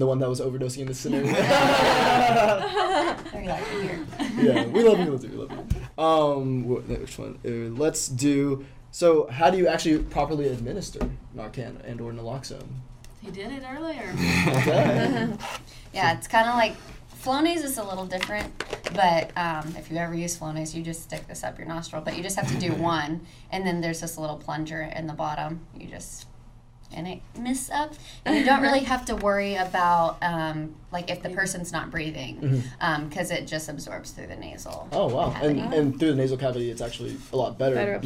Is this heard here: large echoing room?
no